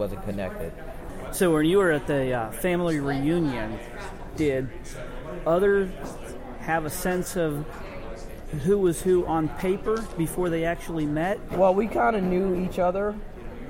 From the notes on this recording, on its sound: at “Podfest” a podcaster’s conference in Orlando, Florida